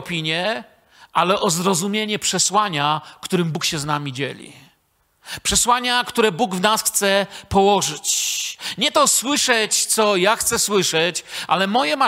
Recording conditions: large echoing room